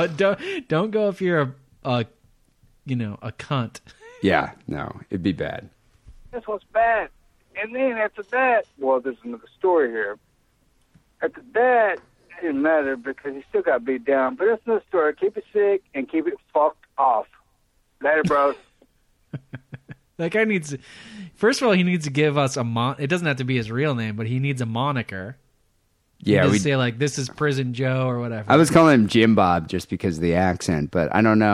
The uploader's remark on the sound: Phone calls.